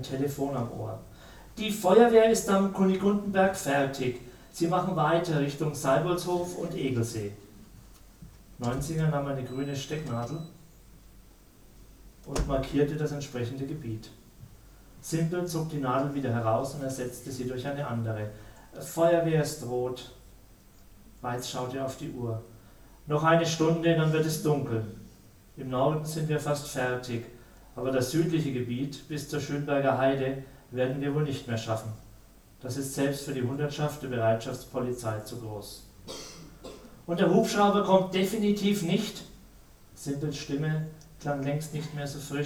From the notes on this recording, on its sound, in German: Der Literatur-Podcast in diesem Monat ist ein Live-Mitschnitt der Buchpräsentation.